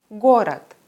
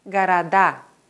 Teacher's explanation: Ein Beispiel für Substantive wäre das Wort город, Stadt. Im Plural wandert die Betonung vom Wortstamm auf die Endung. Städte heißt Garada.